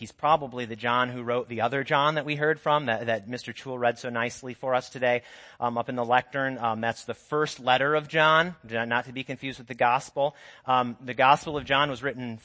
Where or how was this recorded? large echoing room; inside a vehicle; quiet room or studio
large echoing room